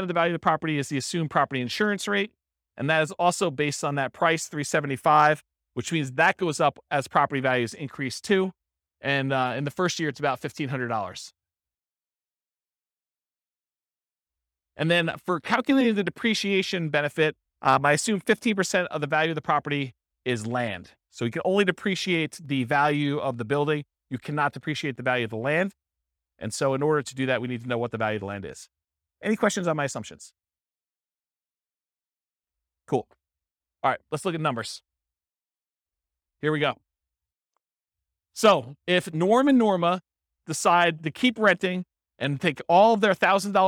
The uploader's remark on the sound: This was a live class recorded